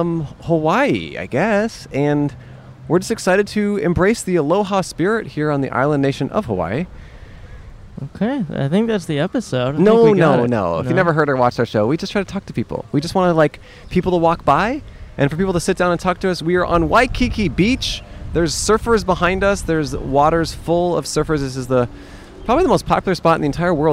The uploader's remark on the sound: We finally left the states to record our first International episode in Honolulu! On Waikiki Beach in Honolulu, Hawaii.